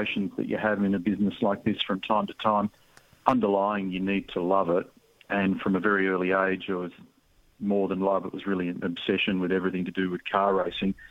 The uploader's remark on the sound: dials in from Australia